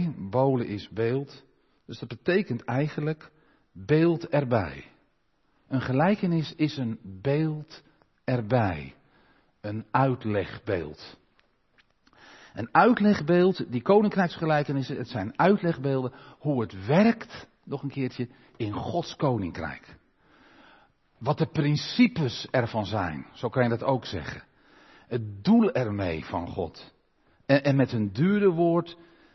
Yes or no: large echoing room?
yes